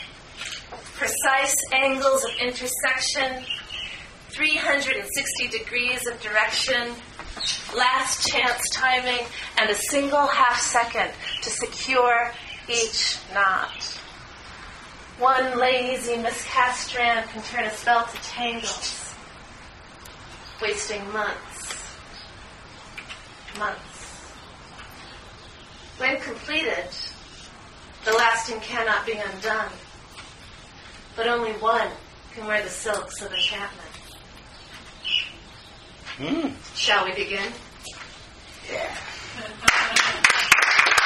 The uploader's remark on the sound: Came back into town in May of 2009 for a special reading at The Poetry Motel.